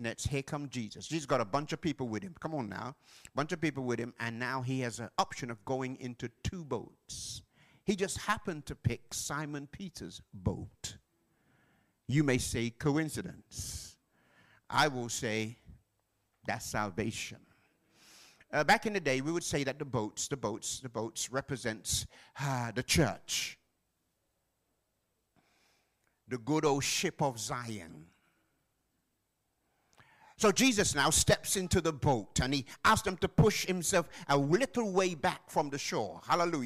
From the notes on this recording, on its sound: Live from Plumstead Community SDA Church